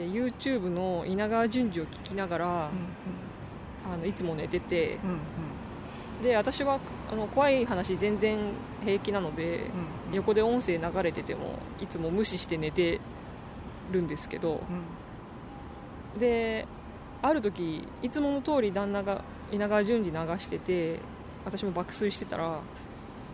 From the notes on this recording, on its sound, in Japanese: はじめての野外録音なので音量が分からなかったので各自調節よろしくお願いします。若干ホロ酔いなので。